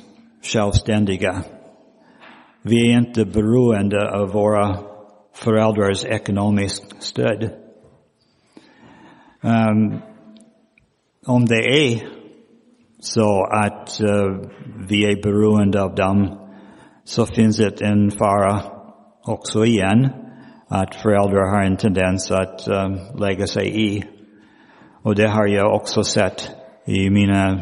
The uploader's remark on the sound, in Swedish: Inspelad i Roseniuskyrkan den 19 februari 2023.